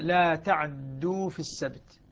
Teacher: فهما وجهان إذن لقالون: إسكان العين مع تثقيل الدال، أو اختلاس فتحة العين مع تثقيل الدال